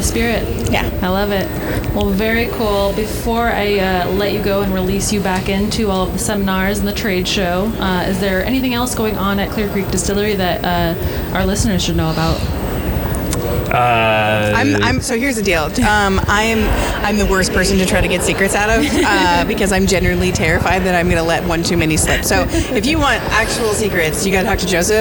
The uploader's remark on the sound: Live From ACSA. Join us on the tradeshow floor to share their ACSA experiences.